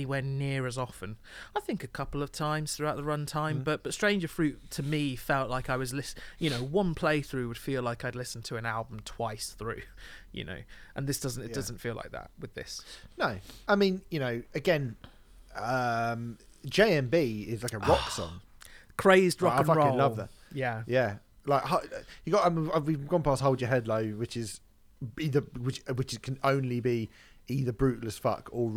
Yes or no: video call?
no